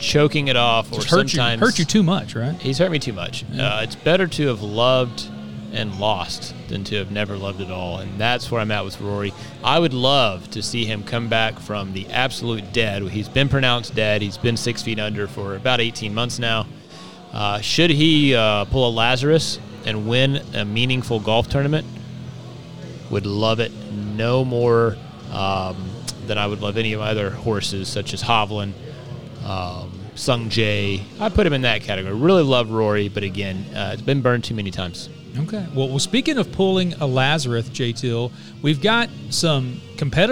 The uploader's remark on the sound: The guys are "live" once again from our "home-away-from-home", Chalk Sports Bar!